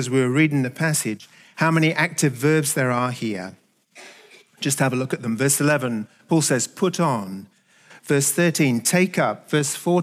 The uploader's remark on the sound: Recorded at the Hukanui Bible Church morning service on Sunday the 22nd of October 2023 during the 10:00 am service.